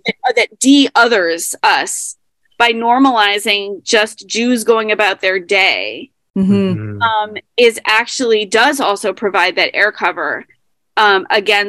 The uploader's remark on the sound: Join over Zoom.